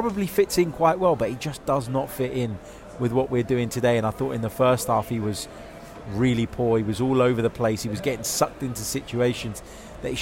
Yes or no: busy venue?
yes